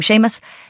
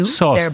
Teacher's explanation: So those two sounds, sh when it's slender and s when it's broad.